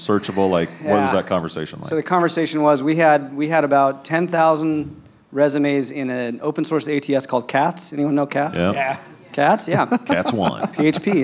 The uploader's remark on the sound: Live from New York, the boys recorded the weekly show at HireConf, HiringSolved’s conference.